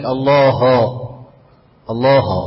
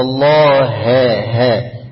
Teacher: الهاء هاء اسم الجلالة، احذر من تفخيمها، هي مرققة الهاء · Shown in: second take · انت في ناس بتفخمها عشان اللام مفخمة بتاع اسم الجلالة، يقول لك الله الله، لا الله ها ها، اعمل انفتاح بقى، عشان قلنا فيه انطباق وفيه انفتاح، اي اي الله ها ها.